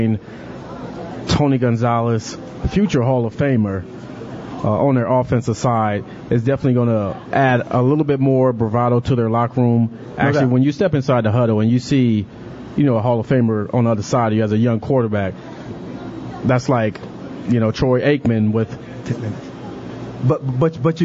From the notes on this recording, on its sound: Live From Fat Daddys'